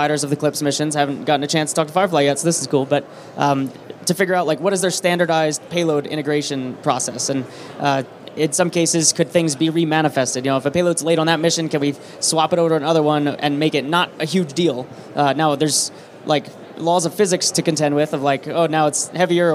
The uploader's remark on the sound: Live from Space Symposium 2023. Live from the Redwire booth at Space Symposium 2023!